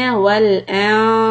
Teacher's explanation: noon is ikhfa followed by letter sad which is a heavy letter. So the quality of ikhfa should be heavy.